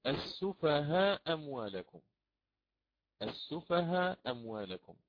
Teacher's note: فكيف يقرأ الإمام البزي؟ الإمام البزي يقرأ بإسقاط الهمزة الأولى، يسقط الهمزة الأولى